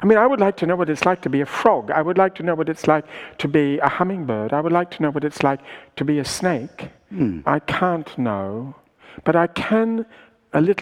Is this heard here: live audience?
yes